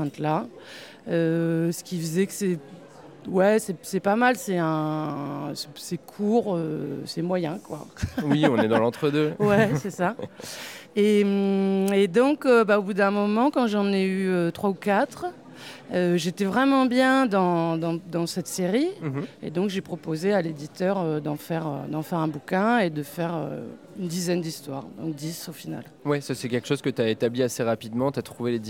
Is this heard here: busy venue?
yes